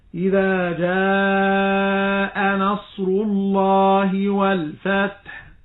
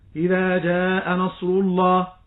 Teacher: هذا مد متصل يجب مده بمقدار 4 حركات · Shown in: first take · Term: المد المتصل